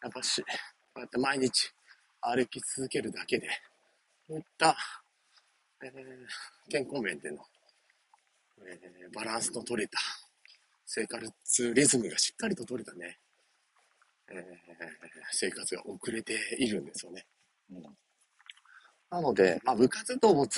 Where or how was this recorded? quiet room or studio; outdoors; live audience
outdoors